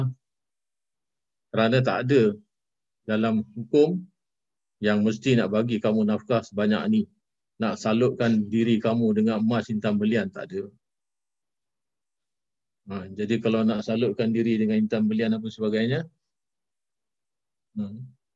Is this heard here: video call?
yes